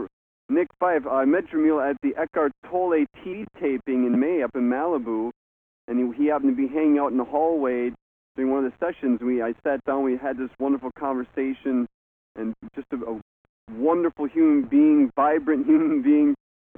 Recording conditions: phone line